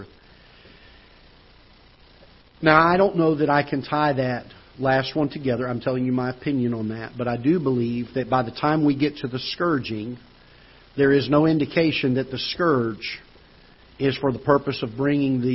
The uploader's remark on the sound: Ketha Heights Baptist Church ~ Live Broadcast